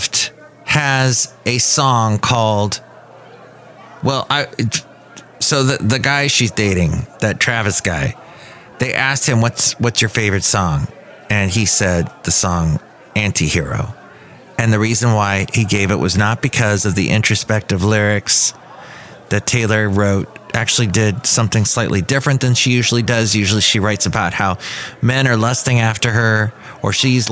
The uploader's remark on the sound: podcasts live from Café Anyway